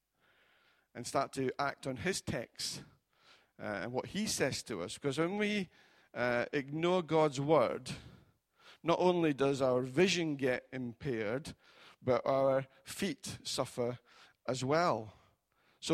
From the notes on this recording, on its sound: Recorded at freedomcentre church, Preston on Sunday 14th January 2018